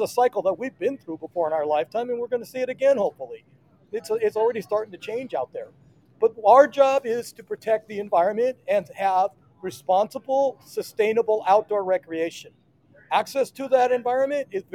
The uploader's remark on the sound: CCA LIVE AT THE PCS SHOW SETUP!